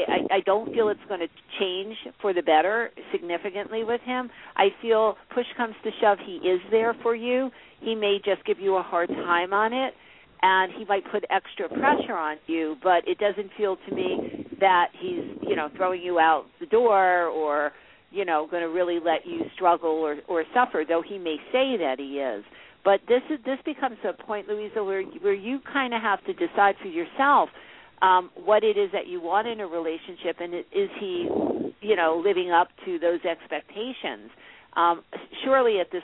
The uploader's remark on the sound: Take your calls on the air - LIVE!!! Live call-in radio talk show.